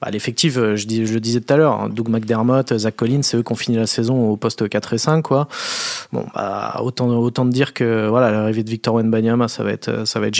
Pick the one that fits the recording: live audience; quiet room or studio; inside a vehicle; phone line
quiet room or studio